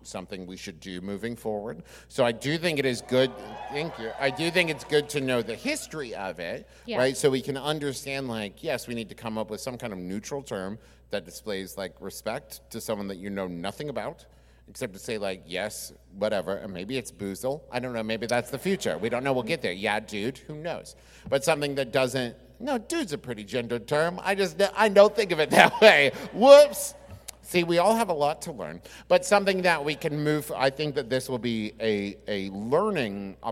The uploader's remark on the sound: Sir and Ma'am (LIVE!). Our Birmingham LIVE SHOW.